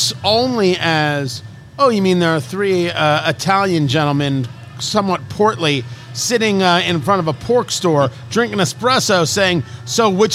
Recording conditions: busy venue